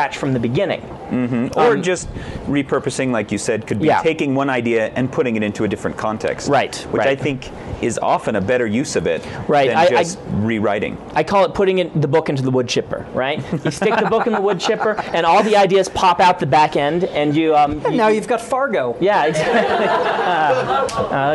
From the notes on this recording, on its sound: Recorded live at Dragons & Fairy Tales. Audience Noises: Delivered on cue, thanks to cleverly positioned signs...